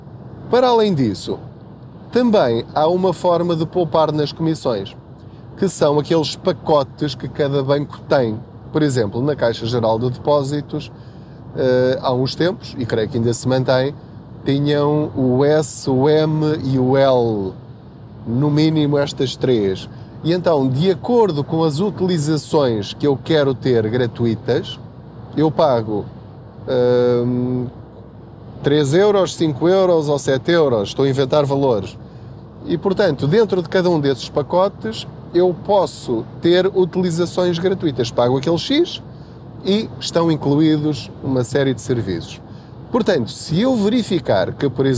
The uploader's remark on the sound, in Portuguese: Não ligue aos barulhos da viagem.